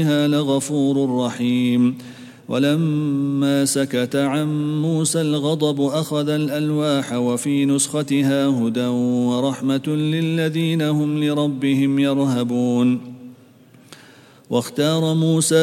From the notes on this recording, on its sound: at the Houghton Masjid (West Street)